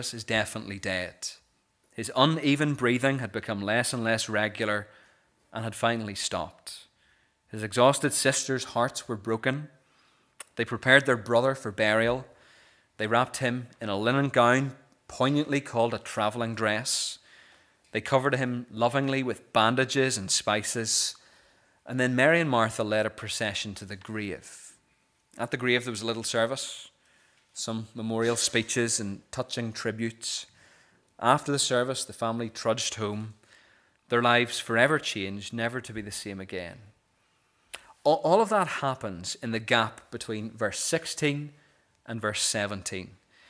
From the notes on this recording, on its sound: This is the recording of the Bible reading and sermon from our morning service on Sunday 21st January 2024.